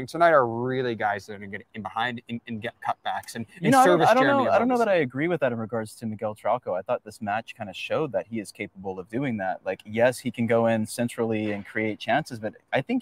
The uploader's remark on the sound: LIVE from Stanford Stadium!